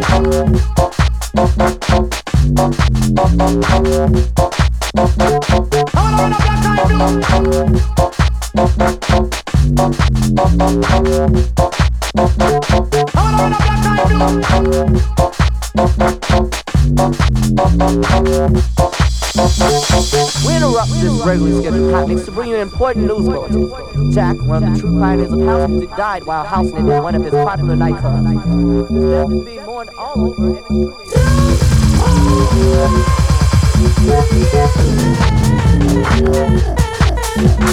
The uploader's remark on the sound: live at Trinity, The Chunnel Club, London